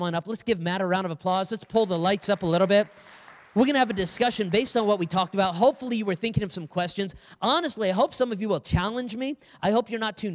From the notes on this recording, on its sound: On stage for a live Q&A from the audience. From the Hillside Gathering.